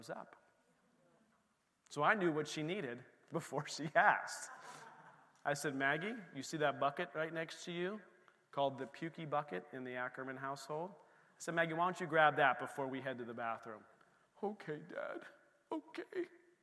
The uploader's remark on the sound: This recording is of the whole service.